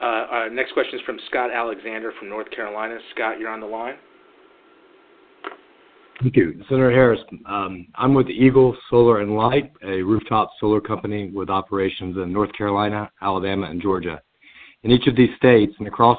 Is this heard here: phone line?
yes